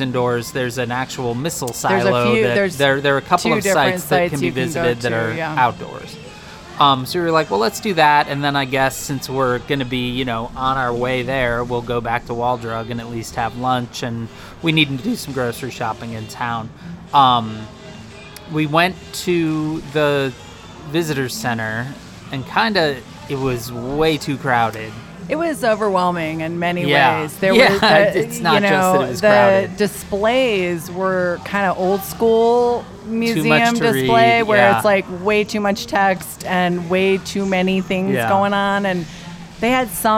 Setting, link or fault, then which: setting, busy venue